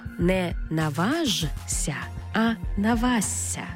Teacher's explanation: Винісши. Шиплячі приголосні перед свистячими під їхнім впливом змінюються на відповідні їм свистячі.